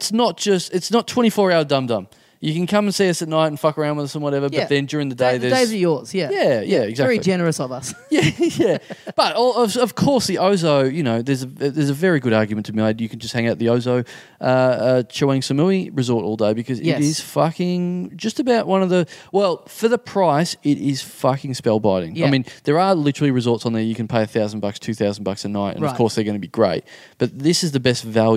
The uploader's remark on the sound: Recorded LIVE at the Heya Bar in Brisbane on Saturday, March 18, 2017.